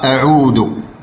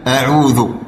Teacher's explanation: الذال قلنا أن مخرجه من رأس اللسان ورؤوس الثنايا العليا بخلاف الدال · Shown in: second take · الدال مخرجه من رأس اللسان وأصول الثنايا العليا.